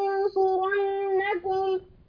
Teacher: النون ساكنة وبعدها حرف الصاد. الصاد من حروف الإخفاء الحقيقي.